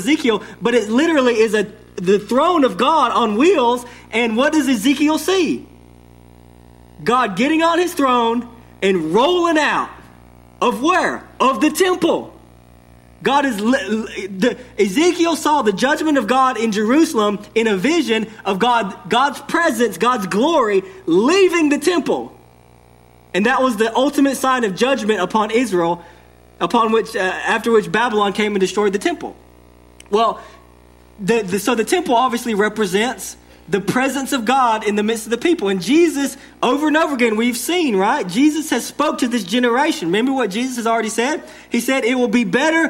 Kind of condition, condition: setting, large echoing room